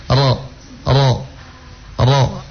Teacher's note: huruf ra itu makhrajul hurufnya cuma ada di ujung lidah menyentuh langit-langit bagian depan. Langit-langit bagian depan.